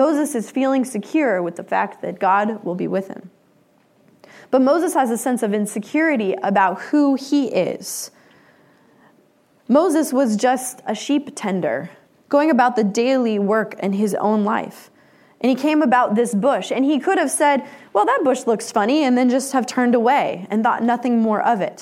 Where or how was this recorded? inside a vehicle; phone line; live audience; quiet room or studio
live audience